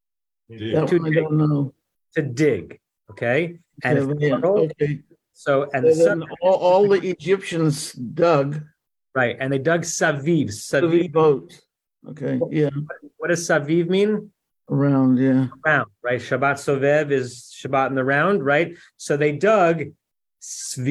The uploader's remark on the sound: (Facebook/Zoom)